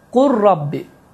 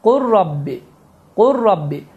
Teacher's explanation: Yəni ləm hərfini qətiyyən tələffüz etmədim. · Term: idğam əl-mütəqaribeyn